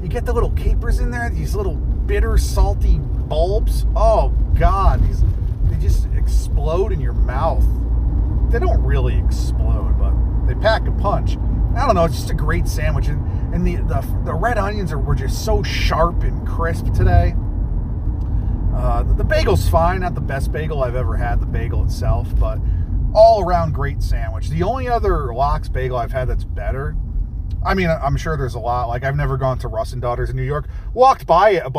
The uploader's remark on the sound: Record a podcast while driving a car!